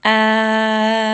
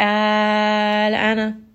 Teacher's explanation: we spend a little bit of time on this lam so that we are not dropping it or hiding it within this med · Shown in: first take · So when we recite this 6-count med, al-ana. · Term: tawassut